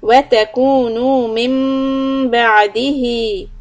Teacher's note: We stop for 2 harakat. Lips lightly on each other. · Term: iqlab